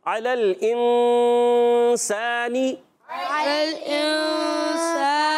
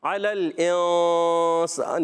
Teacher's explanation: ناک میں آواز لے جاتے ہیں اور ناک میں لے جا کر نون کو چھپاتے ہیں · Shown in: first take · نون کو چھپا کر ادا کرتے ہیں آپ نے یاد رکھنا · Term: اخفا